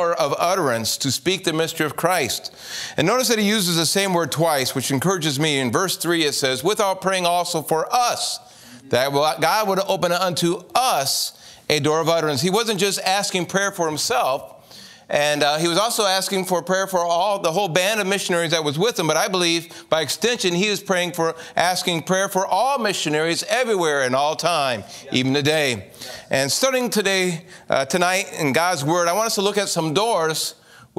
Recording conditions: large echoing room